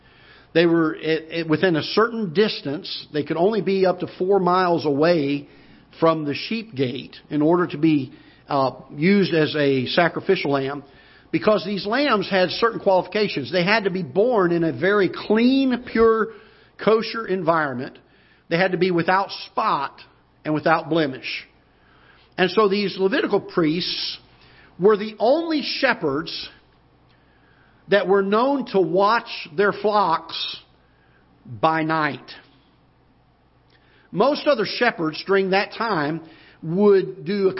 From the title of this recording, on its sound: Ketha Heights Baptist Church ~ Live Broadcast